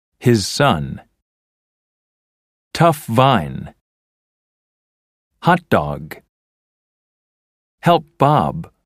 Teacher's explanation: the only difference between the sound at the end of the first word and the one at the beginning of the second word is that one is voiced and the other is voiceless. Voiced and voiceless are technical terms that describe pairs like b and p or g and k. · Term: consonant-consonant link